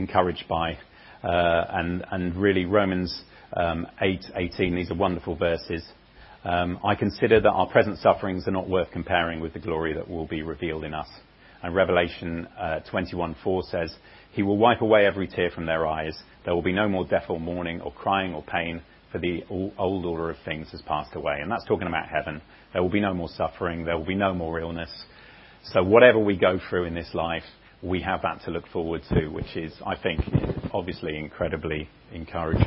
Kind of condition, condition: setting, large echoing room